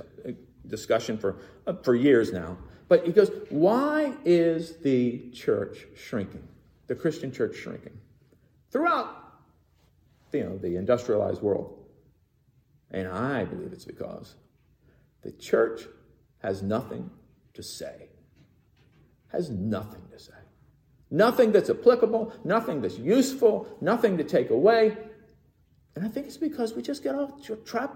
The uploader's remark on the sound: Recorded in the MPPC sanctuary